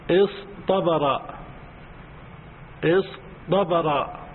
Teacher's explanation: فمثال الصاد لو صغت افتعل من الصبر، فكنت تقول اصطبر اصطبر، وأصله اصطبر اصطبر، هذه صبر وتاء الافتعال اصطبر، ثم قلبنا تاء الافتعال طاء لأنها وقعت بعد حرف مطبق